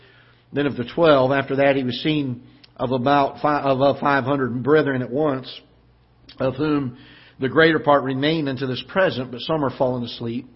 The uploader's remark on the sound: Ketha Heights Baptist Church ~ Live Broadcast